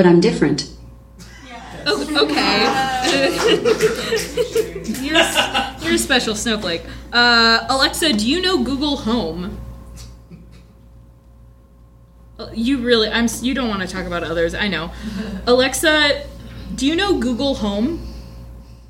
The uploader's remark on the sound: When it comes to cool stuff happening in Chicago podcast, Postloudness is high on our list, so we were really jazzed to collaborate with them for an evening of live storytelling.